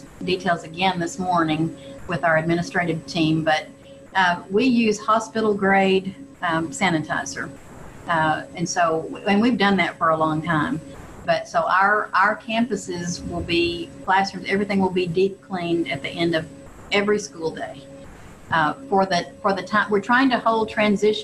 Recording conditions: video call